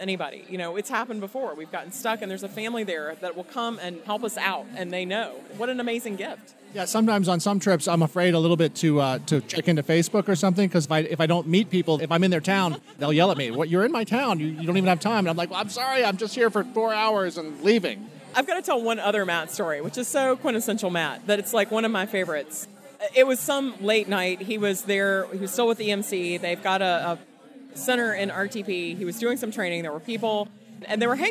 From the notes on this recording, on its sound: record a surprise episode of the Geek Whisperers from my wedding reception